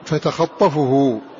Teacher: فإذا من قرأ بالإضغام أدغم التاء في الطاء